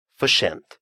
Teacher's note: Буквосочетание «рс» в шведском языке дает звук «ш». Причем дает оно его не только в отдельных словах, но и когда эти две буквы оказываются на стыке двух разных слов, как в этом случае.